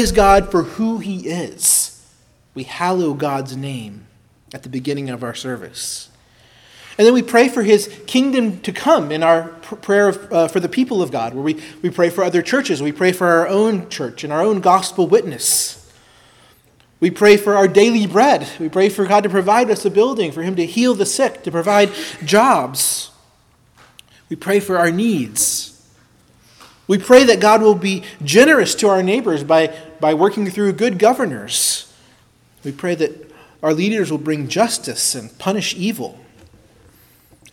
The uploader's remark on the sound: preached at Christ Our Savior Baptist Church